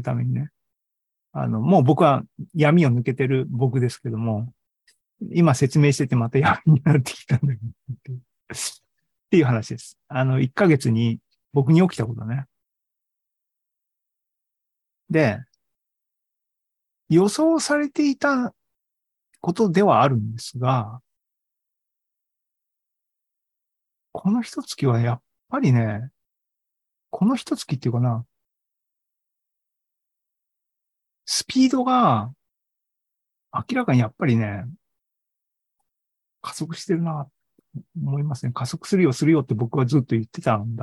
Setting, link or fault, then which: link, video call